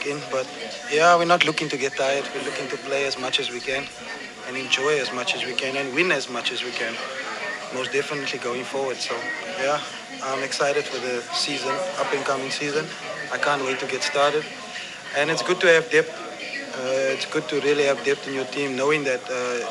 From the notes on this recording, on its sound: Live show at Ivy Park Sports Bar and Grill